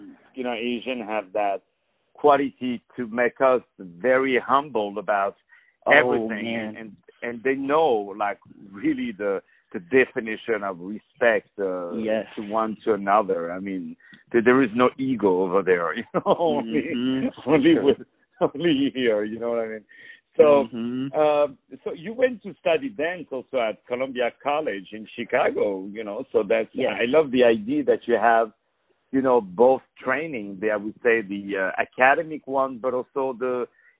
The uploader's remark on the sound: On the phone